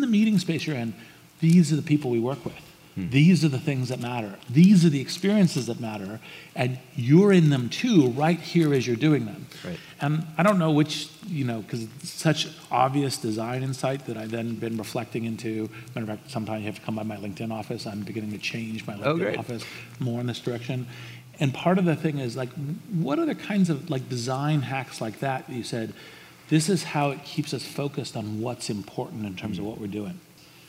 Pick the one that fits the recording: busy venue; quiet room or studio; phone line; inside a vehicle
busy venue